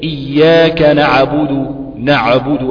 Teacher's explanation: لو انا قللت الزمن بتاع حرف العين هتيجي مقلقلة